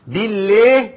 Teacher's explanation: انا عندي اللام مرققة، بالله كل الكلمة مرققة